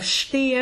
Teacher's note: as we know, an S before T then is sh